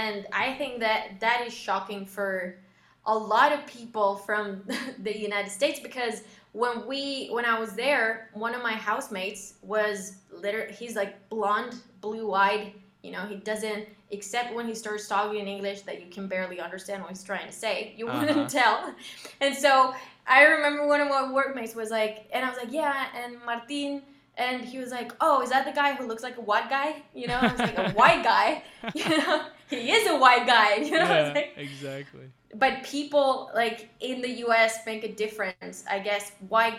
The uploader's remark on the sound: this pocast is fairly quiet